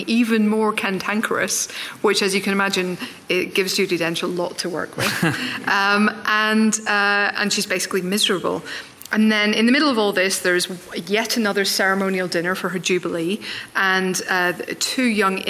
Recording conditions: live audience